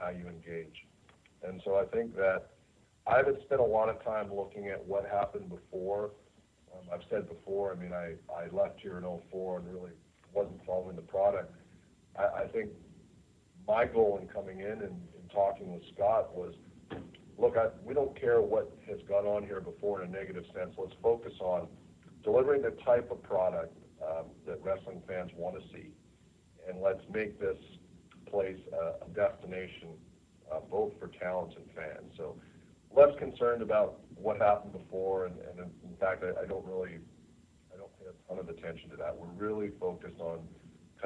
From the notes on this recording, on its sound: This is the full audio for the Impact Wrestling Media Call held earlier this morning.